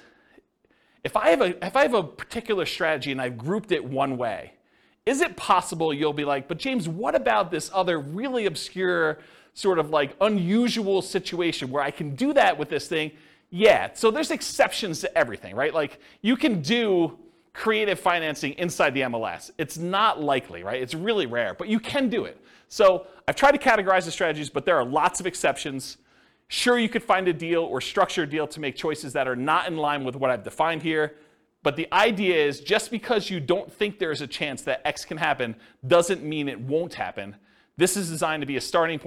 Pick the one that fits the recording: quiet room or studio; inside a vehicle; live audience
live audience